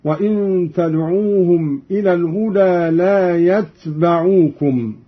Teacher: قرأ قالون بإسكان التاء مخففة وفتح الباء